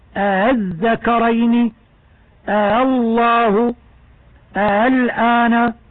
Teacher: الوجه الثاني التسهيل، وهو النطق بالهمزة الثانية التي هي همزة الوصل بين الهمزة والألف